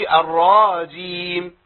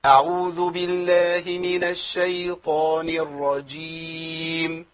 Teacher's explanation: لا، راء بعدها جيم مشددة. بس راء مشددة بعدها جيم · Shown in: second take